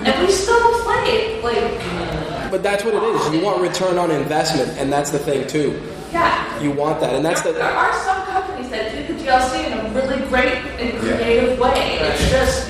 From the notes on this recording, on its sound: My Take Radio was live from Qirin Con 2016. It also had a live audience comprised of students and staff from Pace university as well.